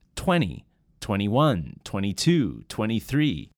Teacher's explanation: you'll hear 20 pronounced with no D or T sound